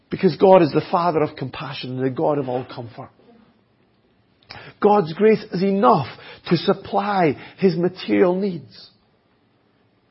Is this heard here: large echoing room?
yes